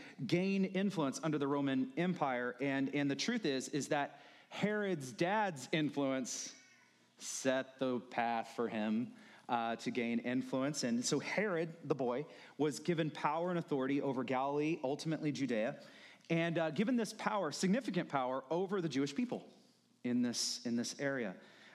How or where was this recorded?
large echoing room